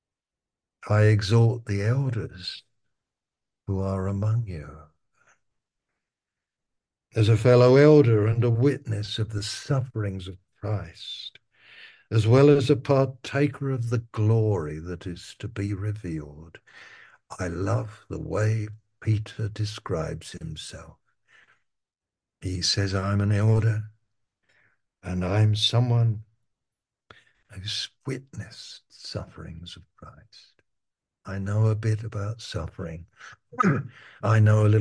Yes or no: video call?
yes